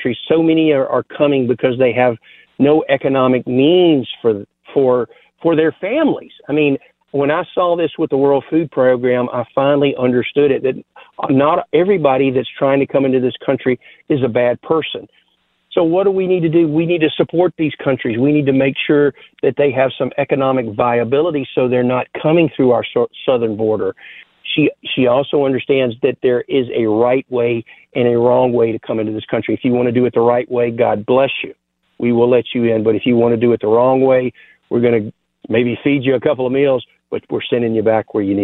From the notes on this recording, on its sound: You Call In With Your Thoughts. More Call Ins.